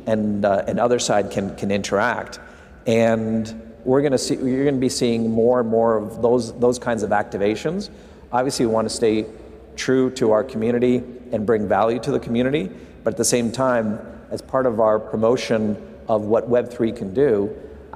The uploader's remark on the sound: live from Consensus in Austin, Texas